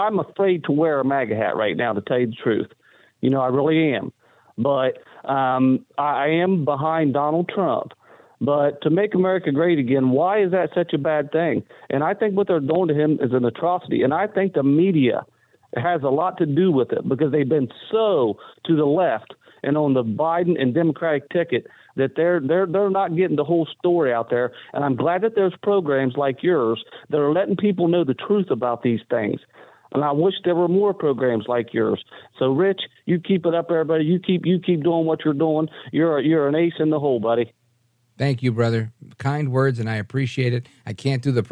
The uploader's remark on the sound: we take your calls in open phones across America